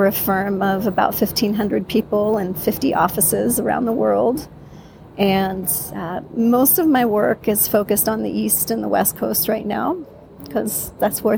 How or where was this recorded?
busy venue